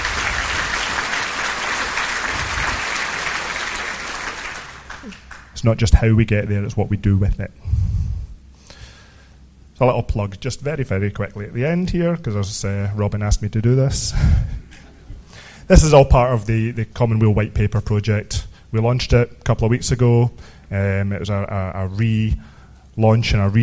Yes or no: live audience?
yes